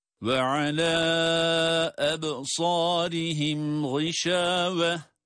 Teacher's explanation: Ve alâ ebsârihim gışâve. Burada da alâ ebsârihim derken meddi munfasıl kuralını görüyoruz yine. O da 4 elif miktarı kadar uzatılacak